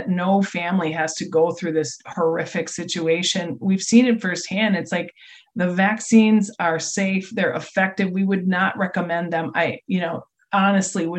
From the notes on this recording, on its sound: We invited those parents to a Zoom chat.